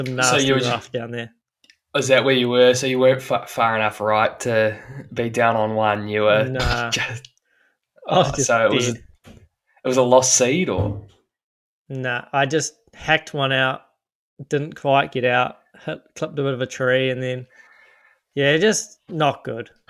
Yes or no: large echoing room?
no